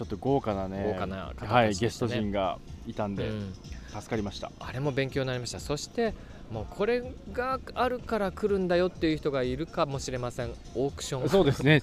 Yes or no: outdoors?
yes